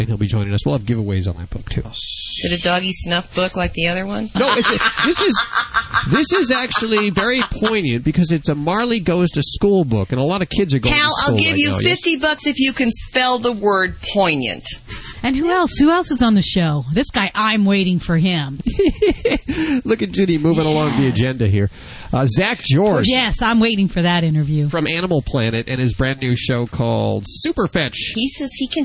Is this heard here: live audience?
no